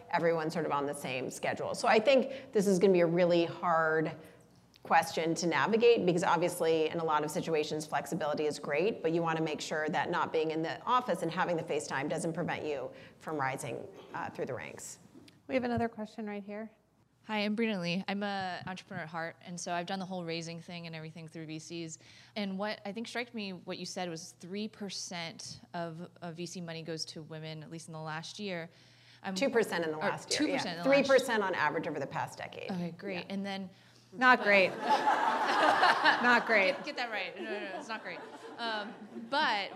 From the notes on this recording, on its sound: spoke in front of a live, female-majority audience in late 2022 as part of Greylock's Iconversations speaker series